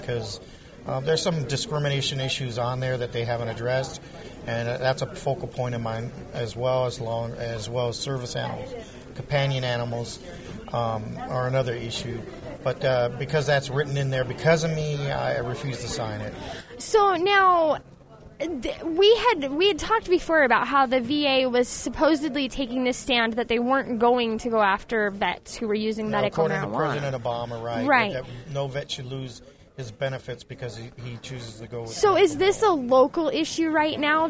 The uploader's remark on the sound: Coming to you live from the 2011 Garden City Cannabis Expo in Missoula Montana at the university